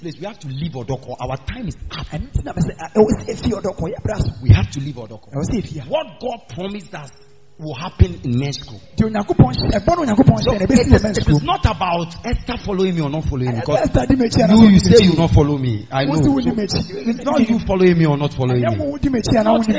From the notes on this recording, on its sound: Preached At The Miracle Arena